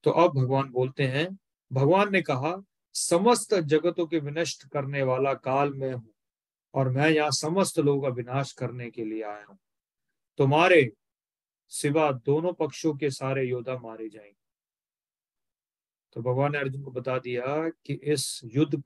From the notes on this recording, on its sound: Zoom recorded session